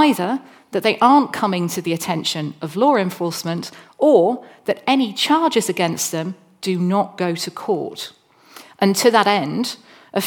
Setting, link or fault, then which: setting, large echoing room